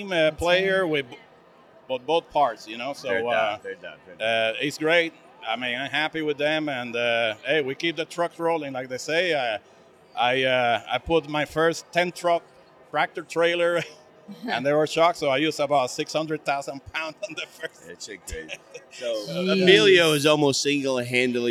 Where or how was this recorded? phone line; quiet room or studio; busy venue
busy venue